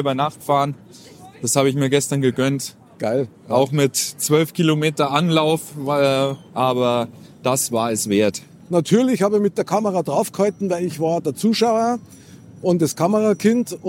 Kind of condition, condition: setting, outdoors